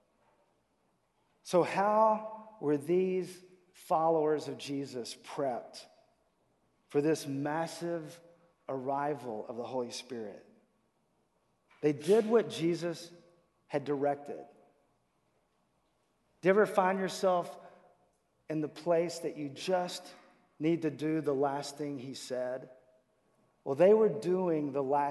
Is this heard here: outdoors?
no